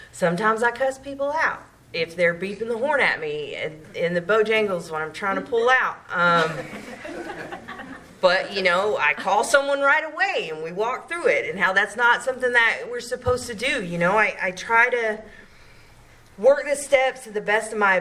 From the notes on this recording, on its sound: From Clayton NC tells her story at the There is a Solution Group on October 5, 2023.